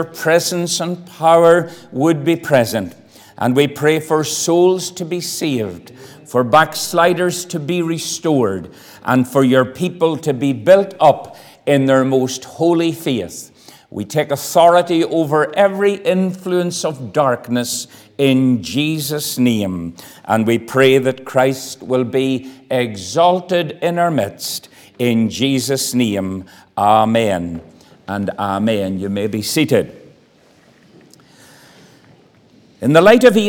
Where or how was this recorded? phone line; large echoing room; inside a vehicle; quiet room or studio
large echoing room